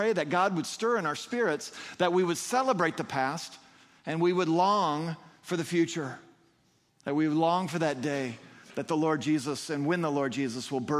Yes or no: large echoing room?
yes